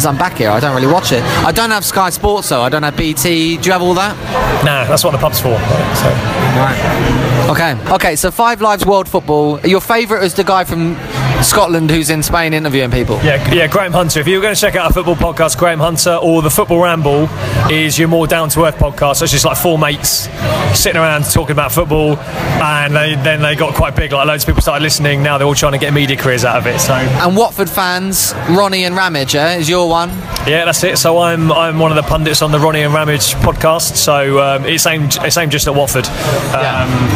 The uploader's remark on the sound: comes to you live from Nando's